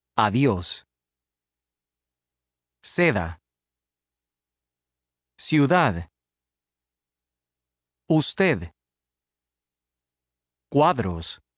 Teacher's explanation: In all other cases, de is pronounced like the English sound th in another, but softer. Th, that is, as a fricative.